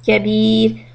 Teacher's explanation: If you stop on كبير، then the ra is going to be soft.